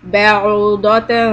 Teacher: مَثَلًا مَا بَعُوضَةً. Here you're going to hide the noon sound on the letter ta. بَعُوضَةً. Hold it to harakat.